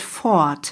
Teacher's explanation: Also sprich dieses R, Fort, wird eher zu einem A.